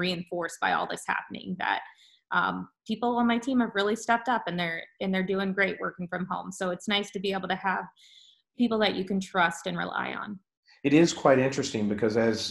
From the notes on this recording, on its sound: via Zoom